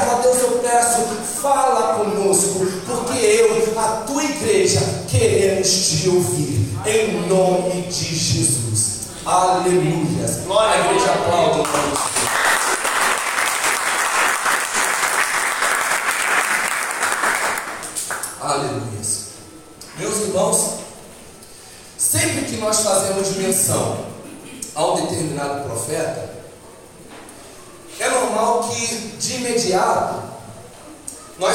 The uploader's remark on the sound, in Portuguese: Áudio da ministração realizada em 19/06/22 na Igreja Casa de Oração Nova Aliança.